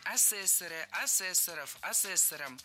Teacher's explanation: Лучше сказать не так, не асессоров, а асессоров. В слове «асессор» ударение на втором слоге сохраняется во всех формах.